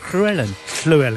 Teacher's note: Because he said, you don't go like that. He said, you just put your tongue on the roof of your mouth and blow out